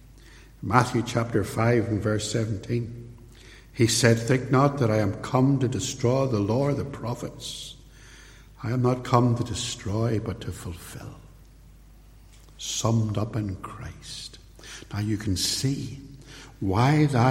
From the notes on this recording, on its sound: In this sermon, preached at Templepatrick Reformed Church